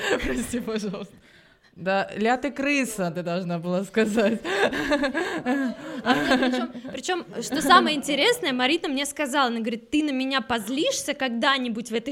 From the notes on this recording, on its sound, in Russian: Этот выпуск мы записали на открытой встрече, которая прошла 18 декабря. Вместе с гостями студии.